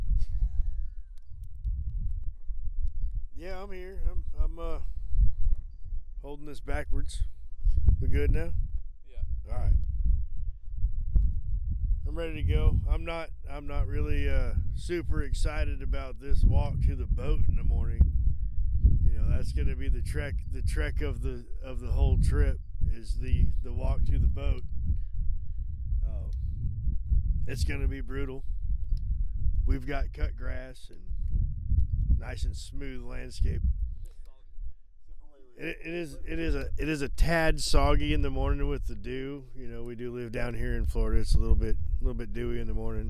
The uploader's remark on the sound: we take the recording out into the field and around the fire at our makeshift deer camp